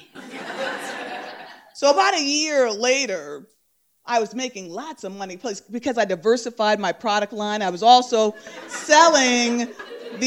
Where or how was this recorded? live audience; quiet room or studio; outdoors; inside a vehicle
live audience